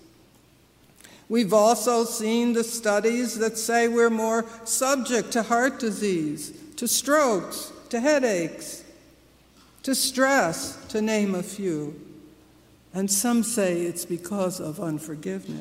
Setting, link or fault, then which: setting, large echoing room